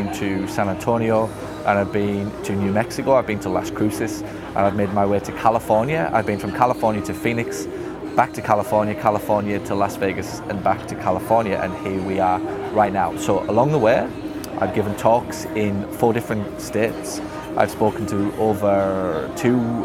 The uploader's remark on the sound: this one is filmed on location at Seaport Village, “San Diego”.